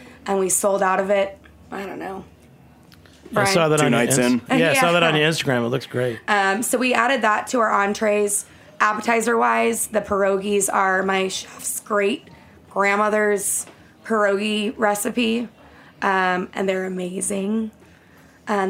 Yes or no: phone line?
no